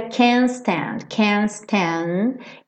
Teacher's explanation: o can't, para fazer a negativa, acaba não dando tempo também de passar por esse T.